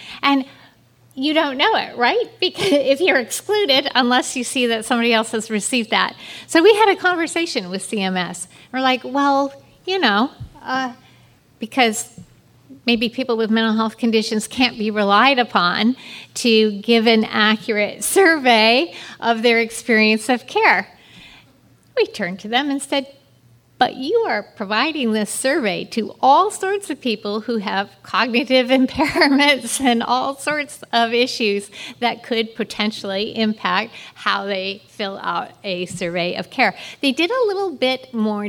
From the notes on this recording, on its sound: This was recorded live during the Stopping the Stigma Summit to address mental health for children, youth and families.